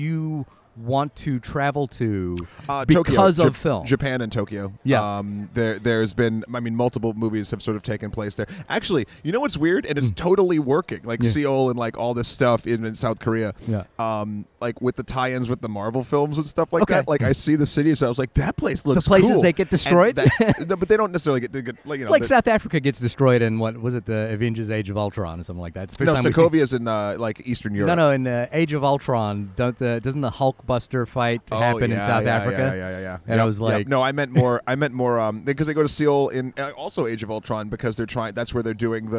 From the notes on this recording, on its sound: Recorded in a cafe in Bilbao, Spain.